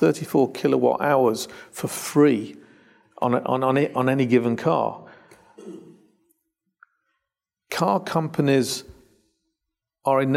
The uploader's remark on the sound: Recorded LIVE. A live audience at the Royal Automobile Club.